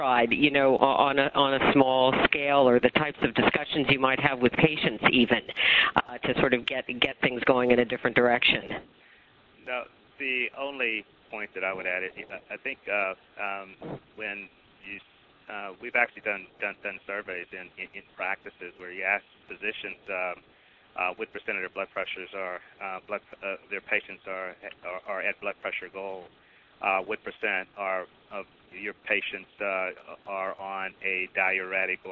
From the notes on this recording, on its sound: April 2005 Author in the Room® Teleconference